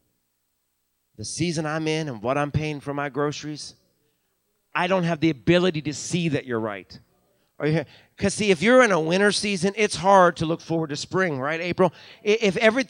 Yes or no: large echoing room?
yes